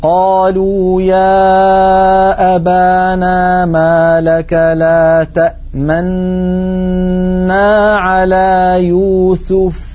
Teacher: الطريقة الثانية الإشمام، وذلك بتسكين النون الأولى وإدغامها في الثانية مع ضم الشفتين